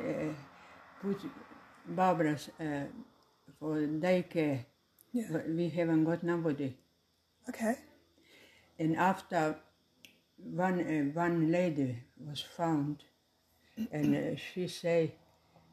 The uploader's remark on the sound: As well, some audio may not be clear, as other people were talking in the background as I recorded the episode.